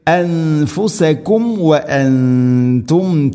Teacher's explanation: അൻഫുസകും വഅൻതും ശേഷം സുക്കൂനുള്ള മീമിന് ശേഷം വ വന്നു. അൻഫുസകും വ സാക്കിന മീമിനെ പൂർണ്ണമാക്കിയിട്ട് വേണം വ ഉച്ചരിക്കാൻ